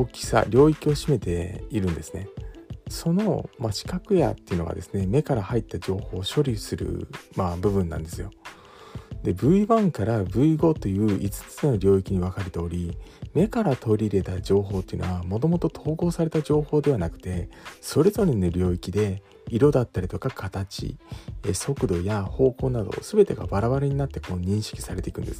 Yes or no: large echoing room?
no